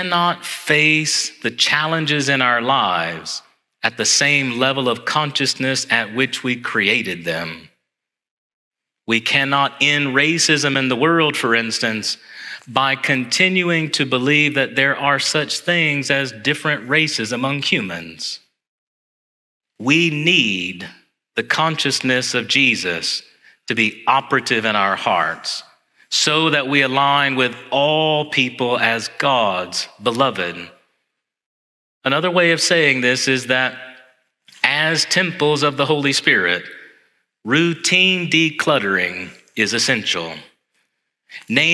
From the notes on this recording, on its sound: Homily preached on Sunday, January 14, 2024, in Church of the Ascension.